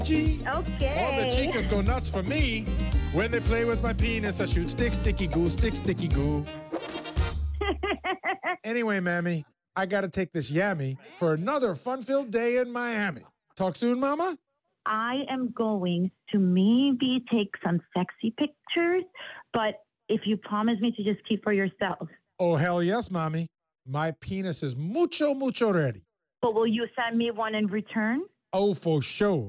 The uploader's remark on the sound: New Miami Phony Phone Call